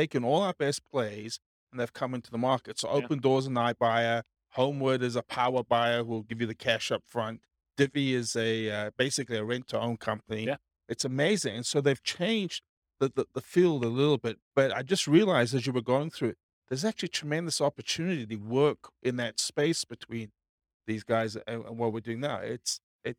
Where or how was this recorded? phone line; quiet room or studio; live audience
live audience